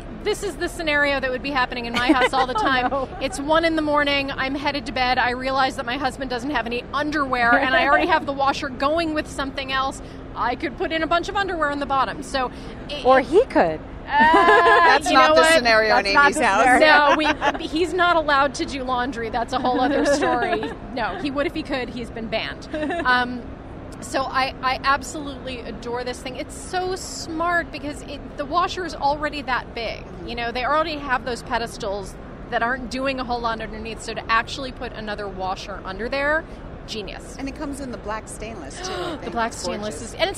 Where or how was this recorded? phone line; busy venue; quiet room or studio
busy venue